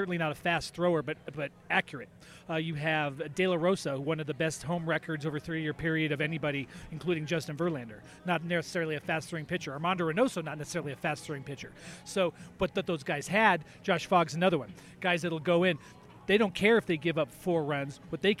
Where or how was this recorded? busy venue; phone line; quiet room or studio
busy venue